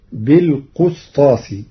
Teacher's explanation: قرأ ورش كلمة بالقسطاس بضم القاف فتصير بالقسطاس، والكسر والضم لغتان عند العرب.